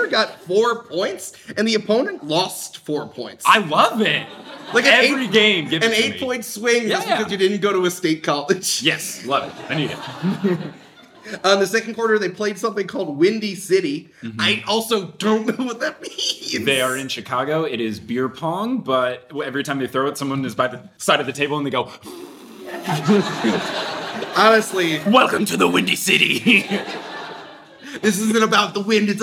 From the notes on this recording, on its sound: LA Live Show Extravaganza. Live in LA.